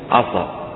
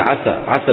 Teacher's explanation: يعني اللي بيقول عسى عسى بيفخمها بيقول عصى · Shown in: first take · Term: تفخم السين